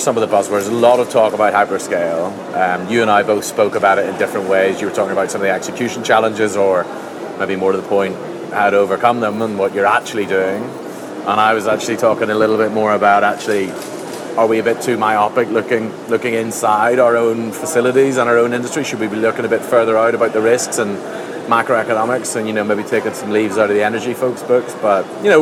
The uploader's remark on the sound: coming to you from the Data Center Dynamics conference in Singapore